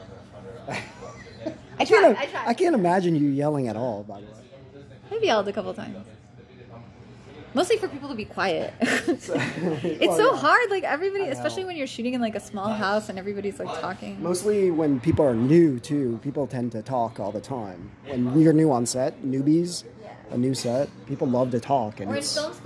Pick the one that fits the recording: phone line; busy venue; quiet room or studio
busy venue